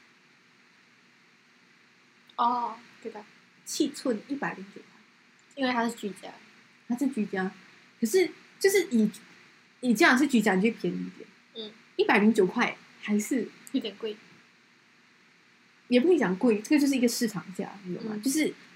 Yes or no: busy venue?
no